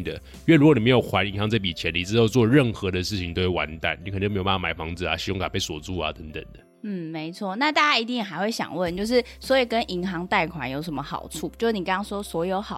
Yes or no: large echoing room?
no